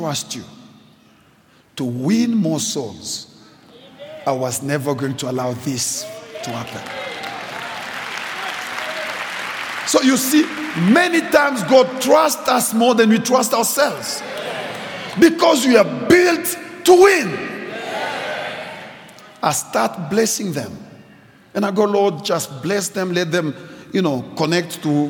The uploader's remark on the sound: preached at Grace Bible Church Pimville